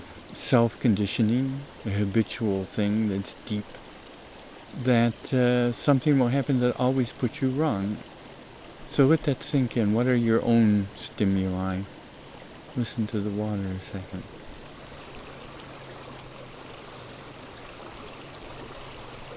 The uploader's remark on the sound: Recorded during mountain May snowmelt. Spring snowmelt on Summit Creek, close to where this dialogue tape was recorded.